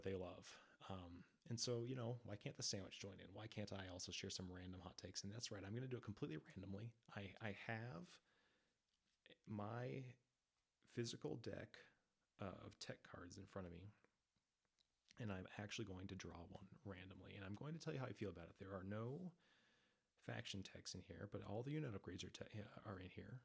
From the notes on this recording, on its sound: Apologies for the quiet audio, I'll get it eventually!